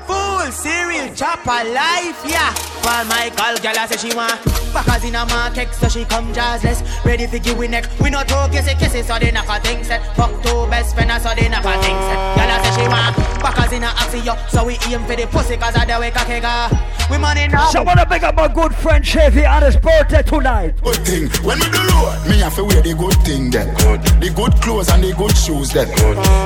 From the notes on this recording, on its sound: LIVE AT ISLAND SATURDAYS. Live party audio.